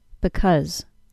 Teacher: To say the reduced form, the second syllable is reduced to a short U sound. Because. The vowel sound of the first syllable is still a short I, and the vowel sound of the second syllable is a short U.